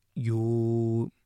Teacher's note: So it's really the U vowel with an E articulation at the beginning. You. Well, you got to get to the U right away. · Term: IU diphthong